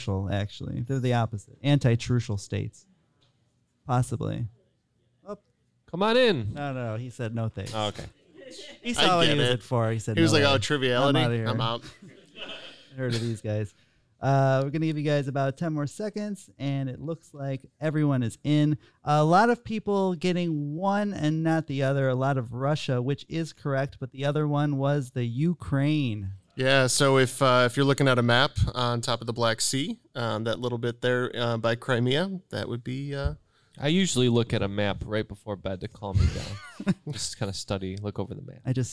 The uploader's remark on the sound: Live From SporcleCon 2023